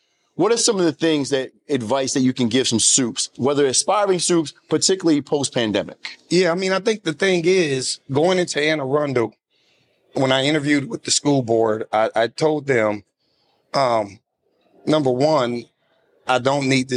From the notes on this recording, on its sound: Welcome to a special live episode of the "One Door at a Time" podcast. Recorded at the prestigious National Alliance of Black School Educators (NASBE) conference.